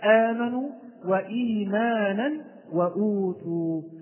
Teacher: البدل مرة أخرى هو أن تتقدم الهمزة على حرف المد في كلمة واحدة وليس بعد حرف المد همزة أو سكون، وحكمه القصر عند حفص بمقدار حركتين كالمد الطبيعي